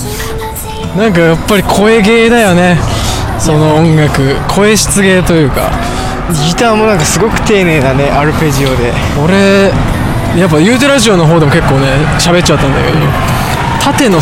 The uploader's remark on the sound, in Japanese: 深夜に歩きながら収録